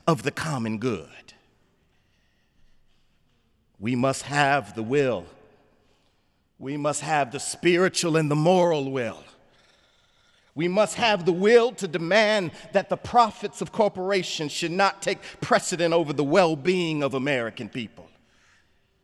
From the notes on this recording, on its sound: sermon on The Fourth Sunday of Easter, Sunday, May 7, 2017 in the Memorial Church